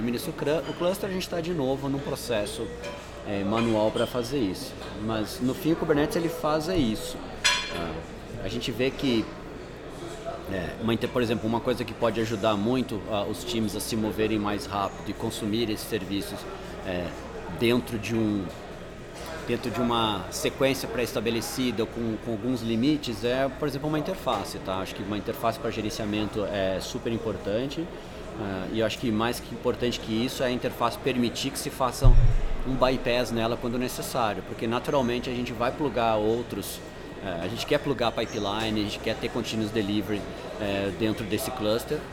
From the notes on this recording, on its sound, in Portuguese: gravado há alguns minutos direto da QCon São Paulo 2018!